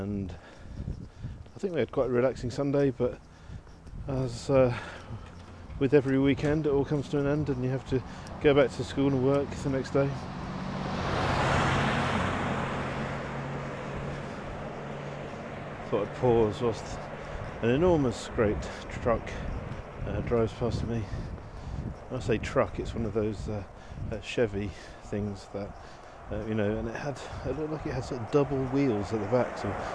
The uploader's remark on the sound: Walking home from the T. Here are a selection of short audio clips, often recorded on the move as I'm traveling, these include letters to home from our new life in Pittsburgh, but also postcards from other places.